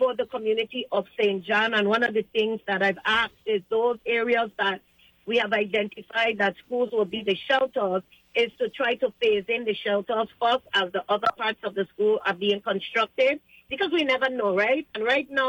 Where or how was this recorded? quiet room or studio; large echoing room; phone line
phone line